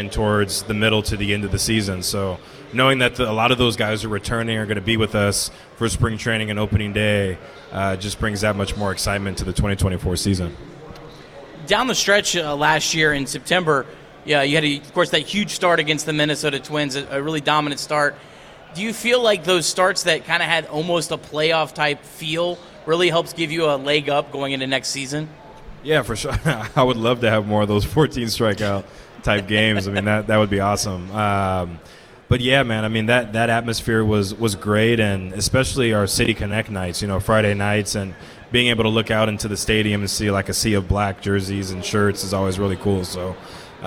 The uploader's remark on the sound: LIVE from Redsfest. (1410 WING AM ESPN Radio in Dayton).